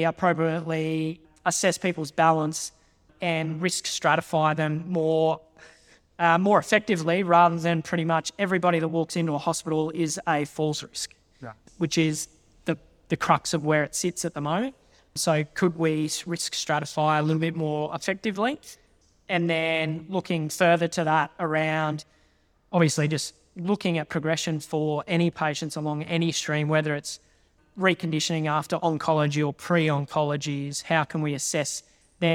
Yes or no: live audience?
yes